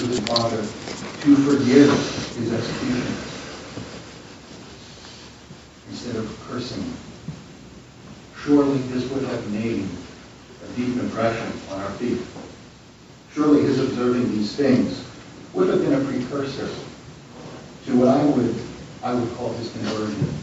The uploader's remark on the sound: delivered this message at the Good Friday service of First United Presbyterian Church in Queens Village